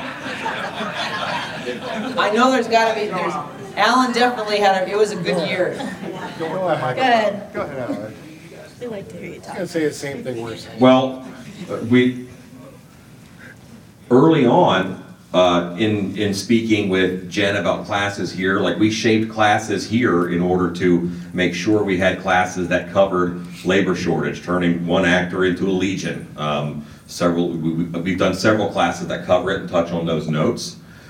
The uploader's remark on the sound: This Q&A session was recorded live at Transworld immediately following the 2022 State of the Industry Presentation.